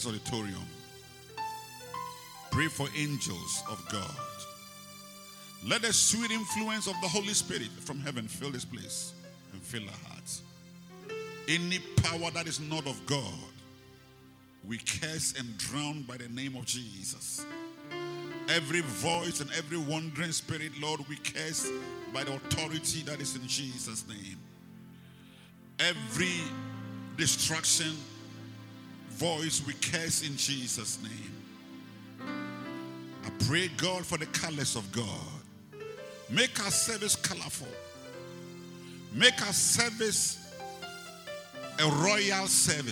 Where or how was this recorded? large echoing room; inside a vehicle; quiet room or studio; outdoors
large echoing room